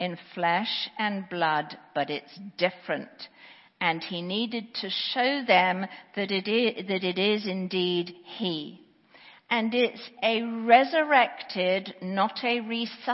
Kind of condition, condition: setting, live audience